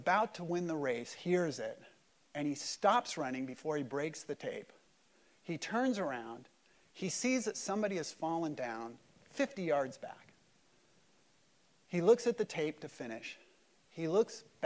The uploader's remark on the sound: Easter service at Mariners Church Huntington Beach.